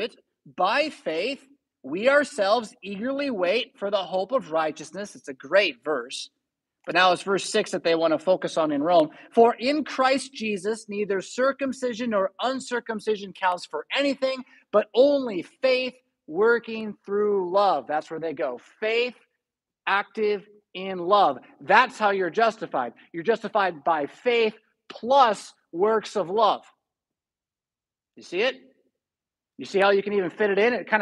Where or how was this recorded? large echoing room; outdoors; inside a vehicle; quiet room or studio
large echoing room